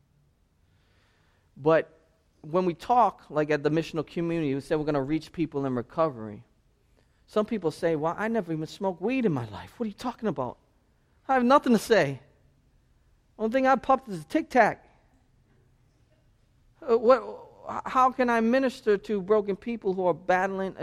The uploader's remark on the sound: This sermon was preached at Restoration Road Church on November 6, 2016.